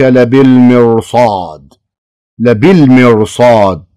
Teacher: أيضا تفخم الراء لوقوع الصاد بعدها